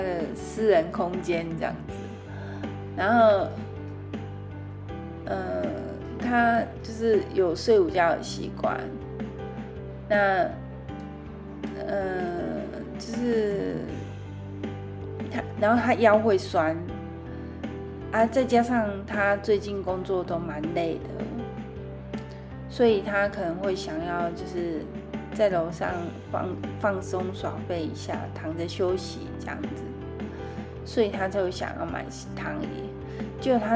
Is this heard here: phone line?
no